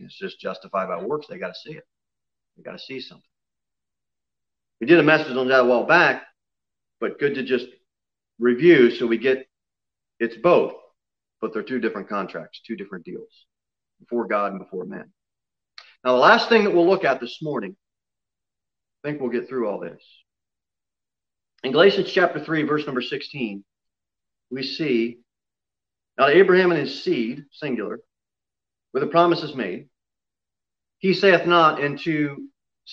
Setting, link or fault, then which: setting, large echoing room